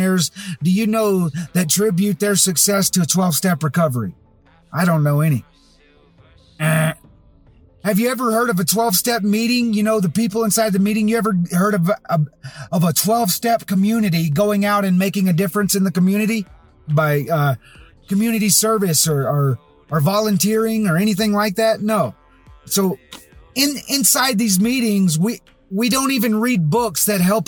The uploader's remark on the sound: Most every episode has been created from my car using Adobe Audition.